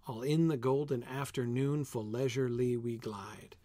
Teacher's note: It's alternating between 4 beats a line and 3 beats a line · Term: iambic meter